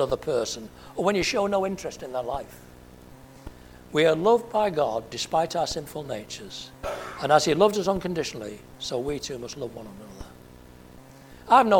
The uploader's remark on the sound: at Family Church Westhoughton